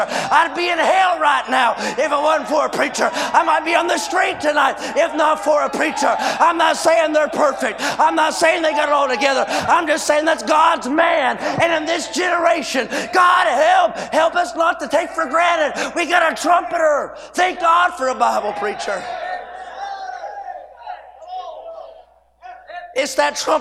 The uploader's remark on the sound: A sermon preached Wednesday Evening during our Spring Jubilee, on March 29, 2023.